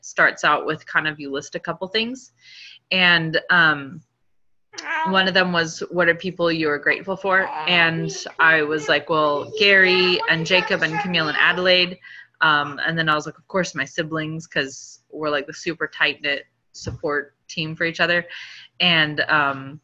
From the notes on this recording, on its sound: Team get-together on Zoom to kick off the new year.